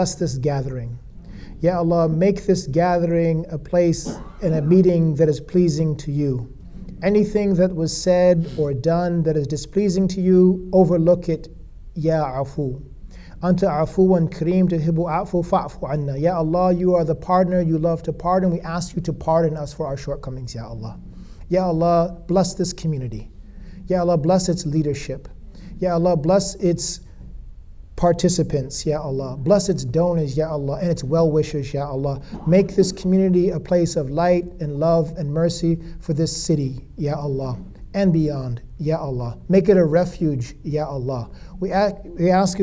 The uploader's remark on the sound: This episode was recorded during Ibrahim Center’s 8th year anniversary service.